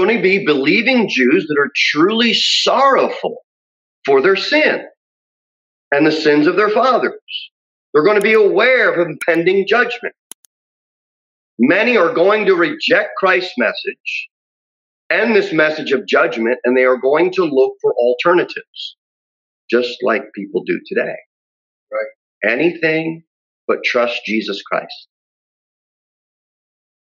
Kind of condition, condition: setting, large echoing room